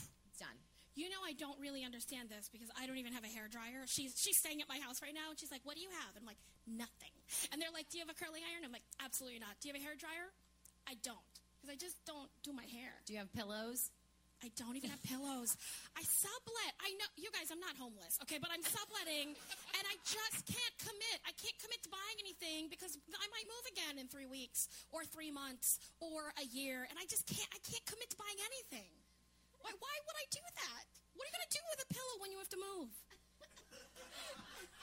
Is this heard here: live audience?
yes